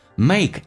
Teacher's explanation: A 这个发音稍微饱满一点，先发 A，再发 E。